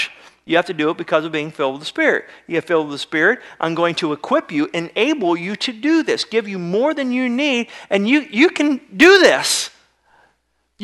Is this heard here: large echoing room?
yes